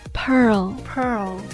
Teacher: 最后那个 L 只是勾一下